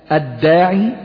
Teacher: من غير نطق اللام لأنها لام شمسية